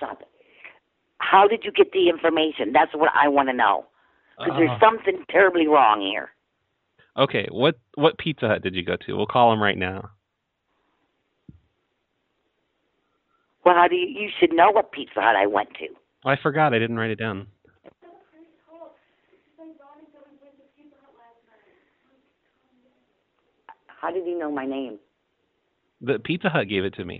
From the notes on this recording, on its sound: Prank Phone Calls